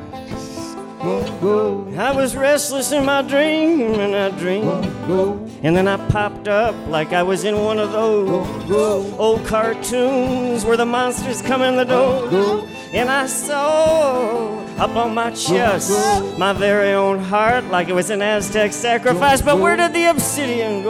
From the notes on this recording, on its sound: Van Sessions at The Monarch. As recorded LIVE inside The Monarch Building in Ogden, Utah during Ogden's First Friday Art Stroll.